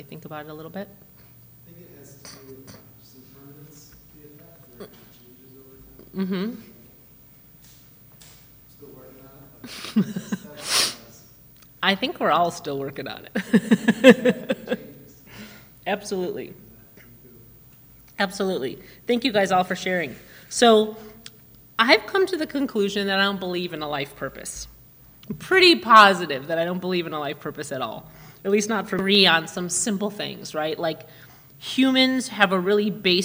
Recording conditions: large echoing room